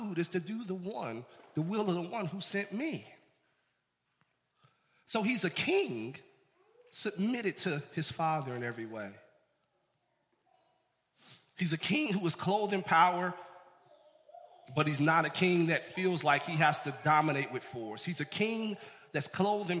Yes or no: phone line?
no